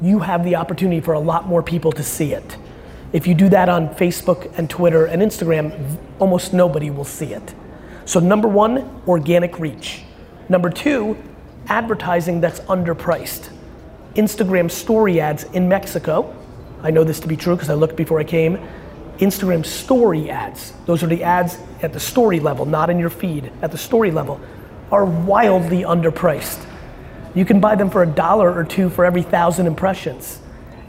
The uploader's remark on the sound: In this episode I share a Q&A from a press conference I did on my trip to Mexico.